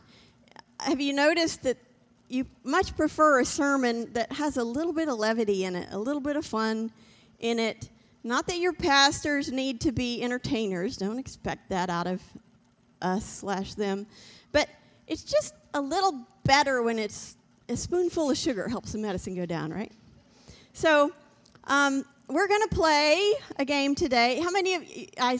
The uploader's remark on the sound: This JAT was recorded live on December 5th, 2021, at Newark United Pentecostal Church.